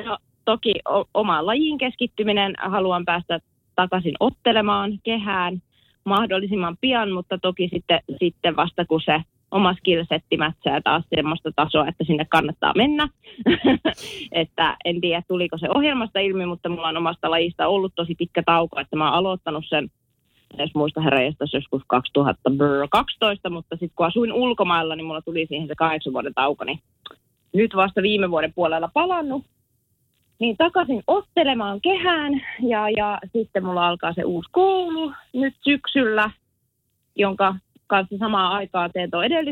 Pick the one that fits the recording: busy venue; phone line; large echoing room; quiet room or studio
phone line